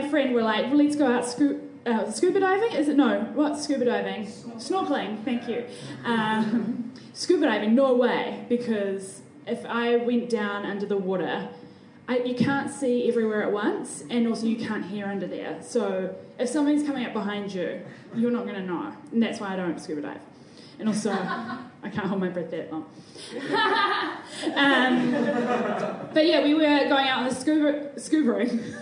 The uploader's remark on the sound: Recorded live at The Basement Theatre.